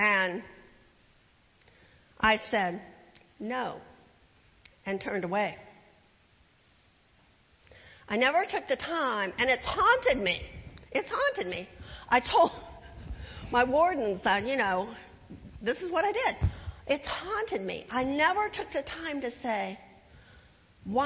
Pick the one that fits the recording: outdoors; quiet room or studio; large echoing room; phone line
large echoing room